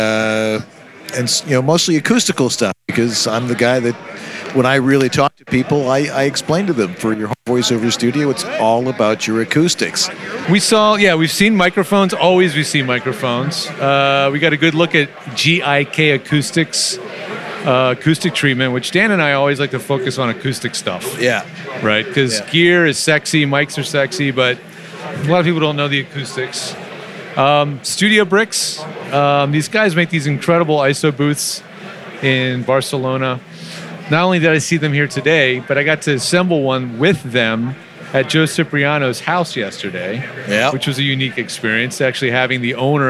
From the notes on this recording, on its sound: Live From NAMM. With NAMM on in Anaheim this week. Take you live to the floor.